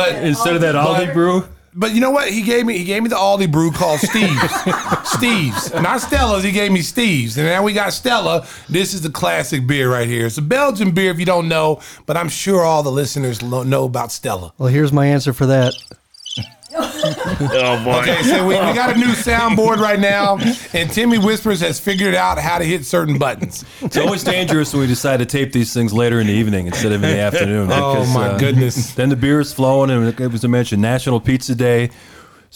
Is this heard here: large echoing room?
no